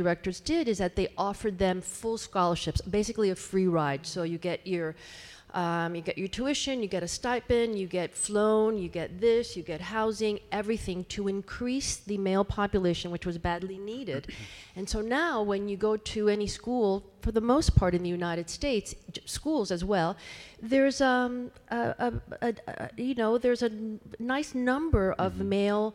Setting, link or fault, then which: setting, live audience